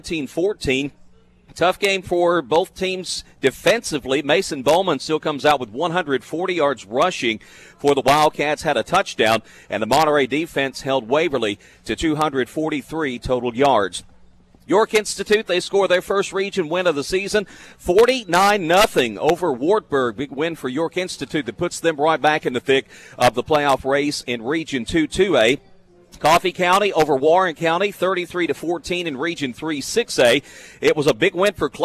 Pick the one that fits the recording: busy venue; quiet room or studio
busy venue